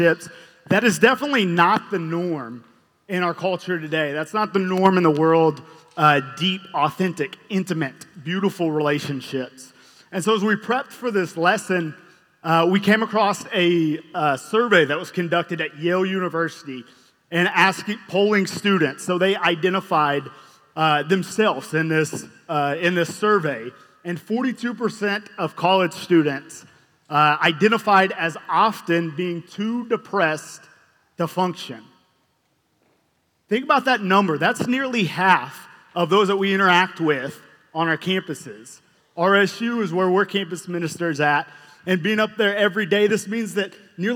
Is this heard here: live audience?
yes